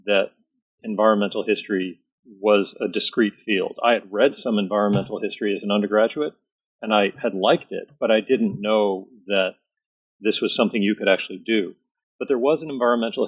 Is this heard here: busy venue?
no